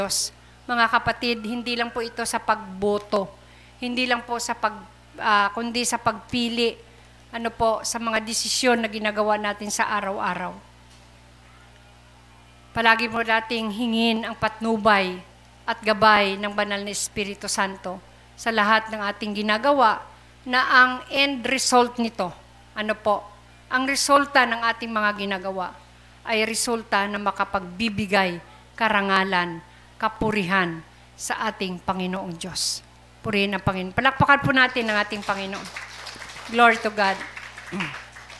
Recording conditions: large echoing room